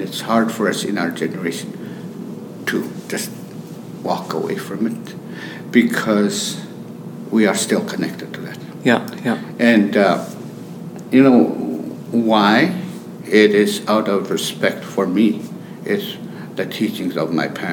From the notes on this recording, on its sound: made time for an interview on The Ferment in the midst of a conference